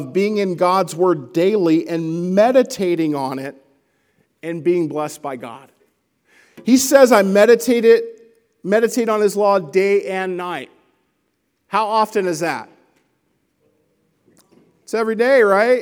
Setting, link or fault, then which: setting, large echoing room